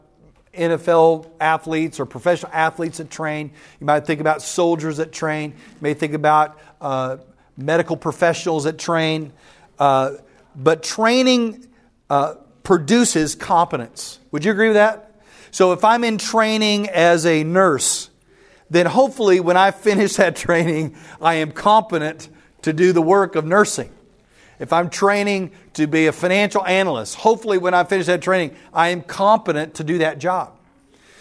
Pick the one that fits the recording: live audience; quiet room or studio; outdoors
live audience